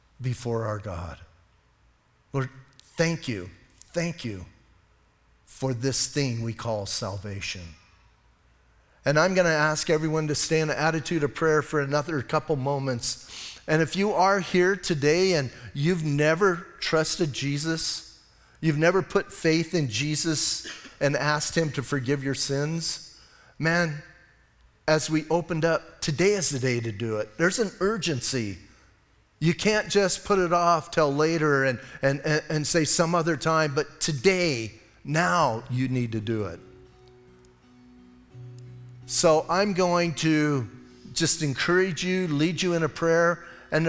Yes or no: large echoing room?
yes